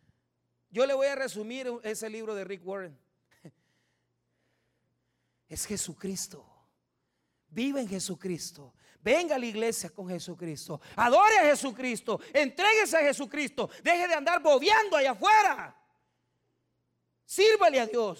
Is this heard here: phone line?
no